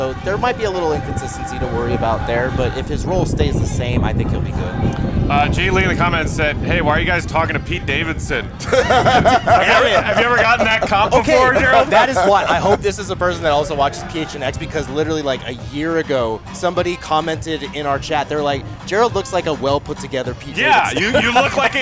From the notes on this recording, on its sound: The CHGO Bulls crew are LIVE from Stadium Swim at Circa Resort & Casino in Las Vegas.